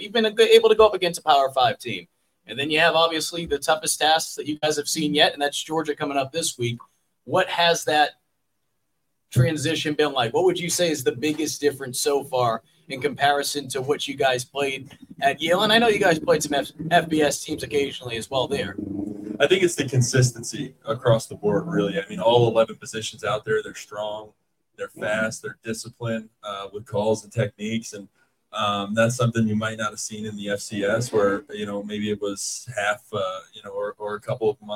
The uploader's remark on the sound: a new live in-person show at CB18 Bar & Grill for Gamecock student-athletes through the Garnet Trust